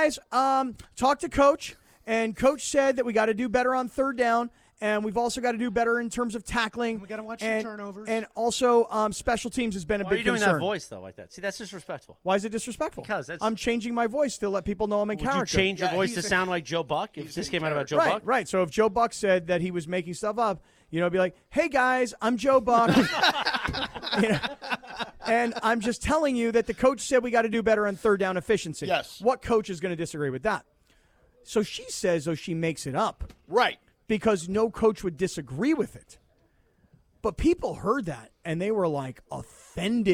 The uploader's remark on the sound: Live From Sunday Swagger HQ! LIVE at Sunday Swagger in Yorba Linda!